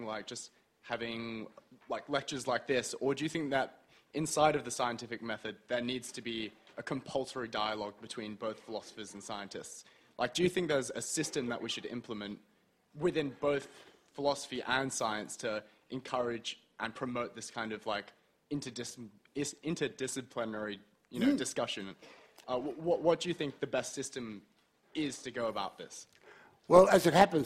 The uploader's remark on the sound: A Sydney Ideas and Department of Philosophy event. As part of Sydney Science Festival for National Science Week.